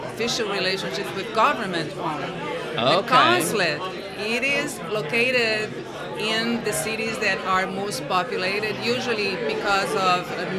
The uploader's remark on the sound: Live at the MEAs